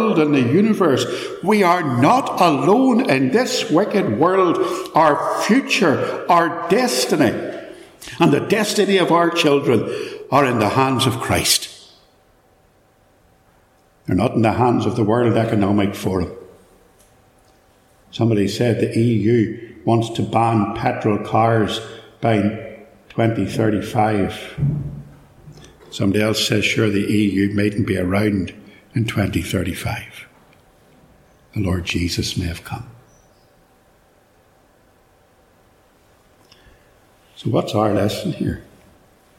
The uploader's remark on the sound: A sermon preached at Ballymacashon on Lord's Day 3rd July 2022.